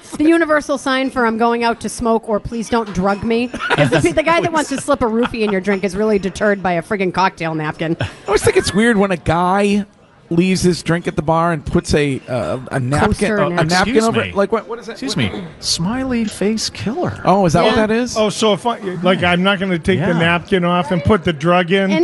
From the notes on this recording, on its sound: Broadcasting live from The Capital Grille